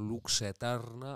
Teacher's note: la secuencia luxa eterna de cómo las vocales van desde, una, desde la vocal cerrada de la U hasta, hasta la A más abierta